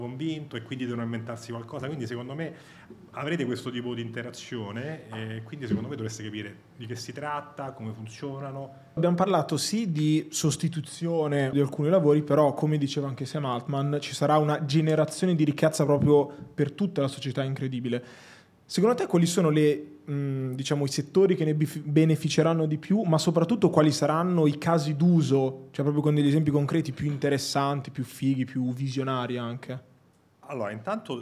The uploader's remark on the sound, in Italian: Abbiamo registrato con l’AI Specialist Director di Microsoft durante il secondo evento di Cheers e Starting Finance. Durante un aperitivo.